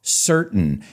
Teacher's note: Or you can say certain, like I say it, with that glottal stop, certain.